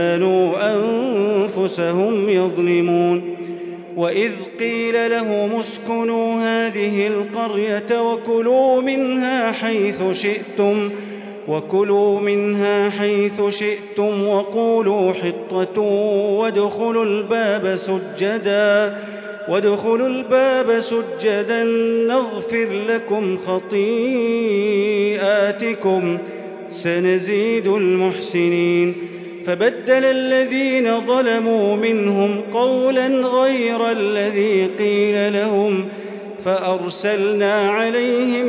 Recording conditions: large echoing room